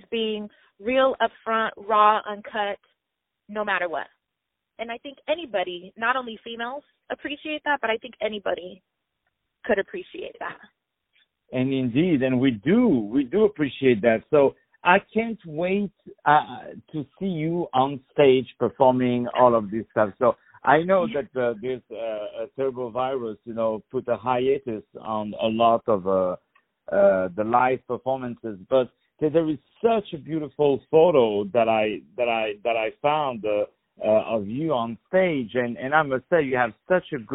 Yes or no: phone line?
yes